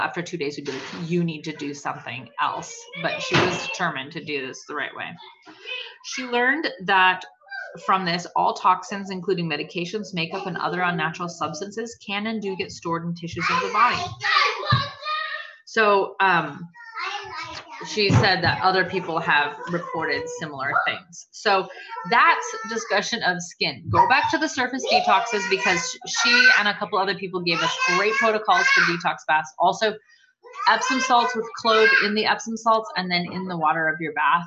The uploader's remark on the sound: The final night of the cleanse series, beware this episode has LOUD background noises as we recorded at a friend's house during a massive blueberry + peach pickup!!!!!